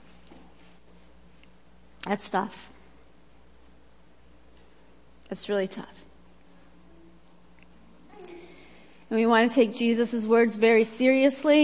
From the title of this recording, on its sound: Worship Service - Audio